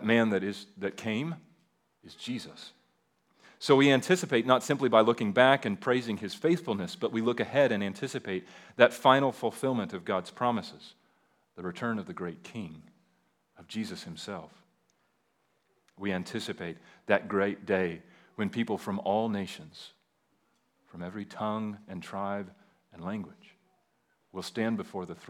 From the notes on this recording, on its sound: at Liberty Baptist Church in Liberty, Missouri.